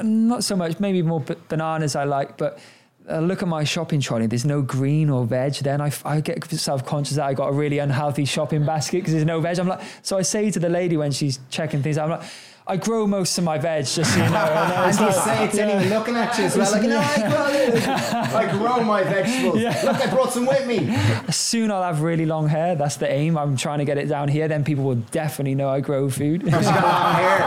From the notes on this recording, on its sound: Live at The Happy Pear Cafe. In this special live recording. Recorded in front of a vibrant live audience at The Happy Pear Cafe.